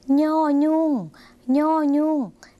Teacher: จะเป็นเสียงขึ้นจมูกสักหน่อยนะคะ